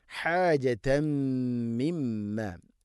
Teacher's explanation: തൻവീനിനെ മീമിലേക്ക് കൂട്ടിലയിപ്പിക്കണം, ഇദ്ഗാം ചെയ്ത് ഉച്ചരിക്കണം, മണിച്ചുകൊണ്ട് ഓതണം അവിടെ. ഹാജതമ്മിമ്മ, ശേഷം മീമിന് ശബ്ദമുണ്ട്, മണിക്കണം.